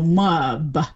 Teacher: But what we'll do is we'll sort of insert an extra vowel between the M and the B.